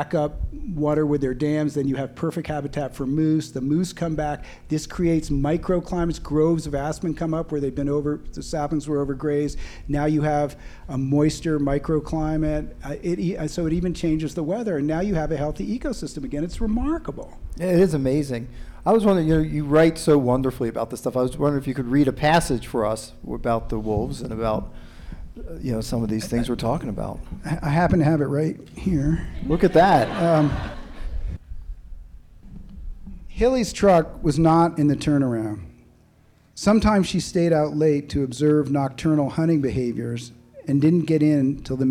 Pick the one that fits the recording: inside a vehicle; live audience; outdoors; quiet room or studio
live audience